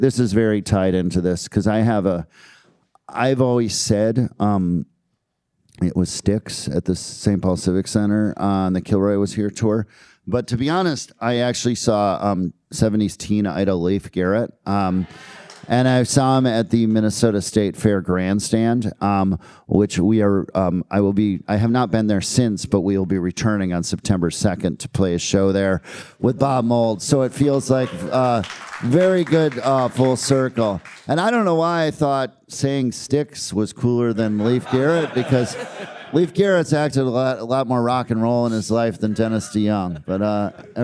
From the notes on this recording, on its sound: It was recorded live in front of a wonderful audience at Rev Hall Show Bar in Portland Oregon during our amazing weekend of shows there. This was our first episode with more than one guest.